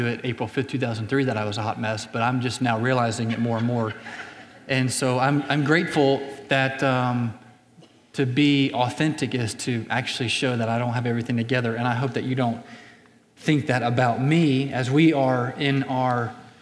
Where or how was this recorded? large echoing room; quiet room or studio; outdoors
large echoing room